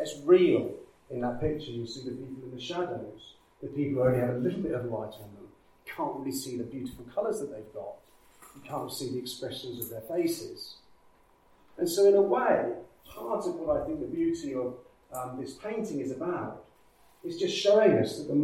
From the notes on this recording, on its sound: Recorded with external mics - hence slightly lower sound quality